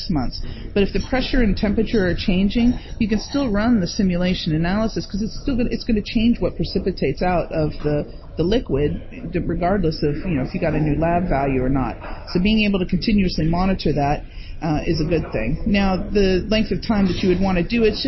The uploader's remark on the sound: Live from the ARC Americas Forum 2022.